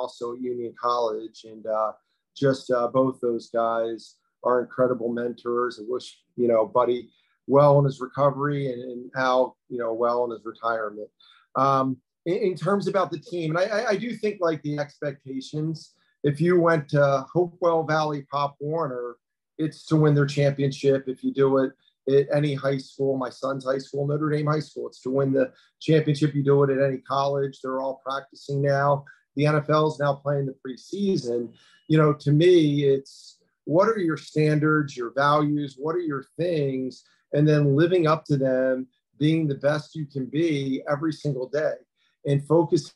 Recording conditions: video call